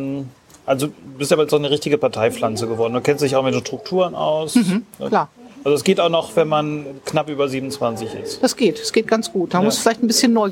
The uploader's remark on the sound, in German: Dieses Gespräch wurde Outdoor bei einem Gewitter aufgenommen. Am Anfang hört man Regen, später Hagel.